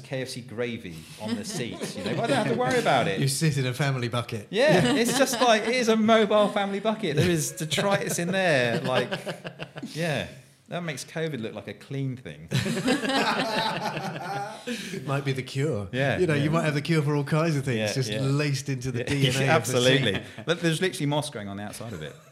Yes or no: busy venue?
yes